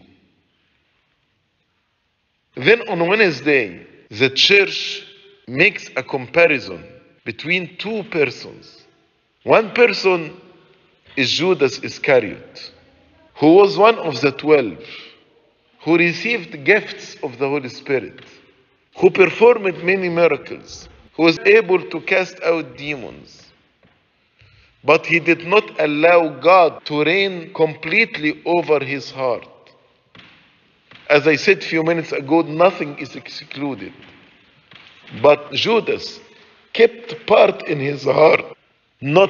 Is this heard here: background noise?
no